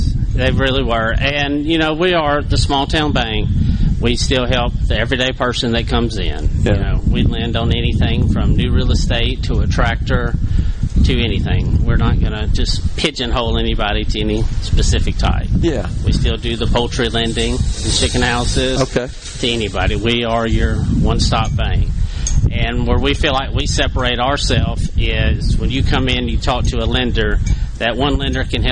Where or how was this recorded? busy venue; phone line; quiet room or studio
busy venue